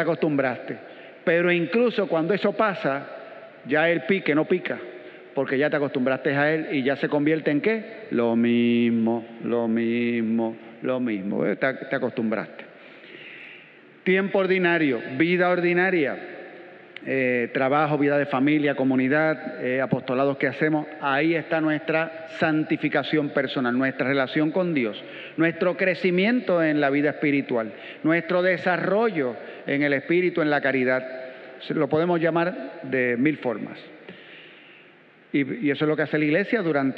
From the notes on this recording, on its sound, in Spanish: Grabada en la celebración eucarística dominical en nuestro Santuario a las 6:30 A.M.